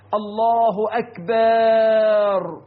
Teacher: كذلك من أخطائهم إدخال ألف بعد الباء وقبل الراء في كلمة أكبر